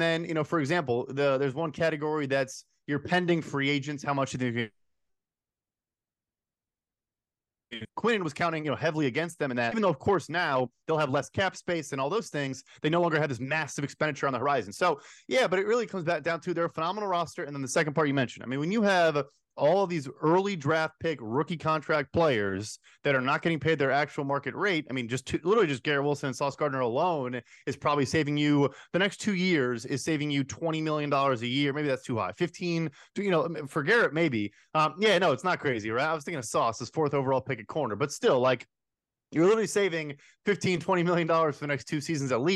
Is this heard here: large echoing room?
no